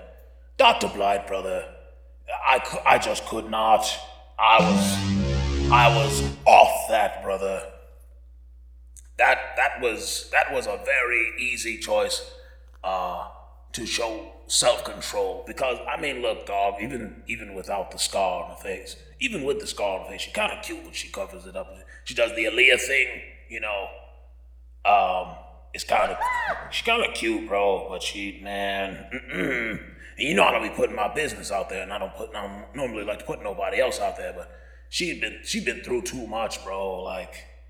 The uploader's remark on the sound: Audio's got a lot of reverb due to the giant cavernous hall we were